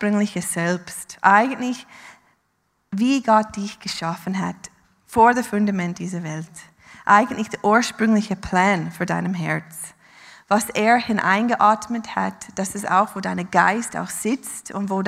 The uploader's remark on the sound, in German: Live aus Winterthur der Dienstagsgottesdienst